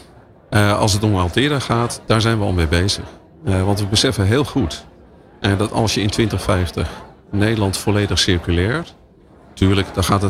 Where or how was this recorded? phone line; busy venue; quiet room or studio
busy venue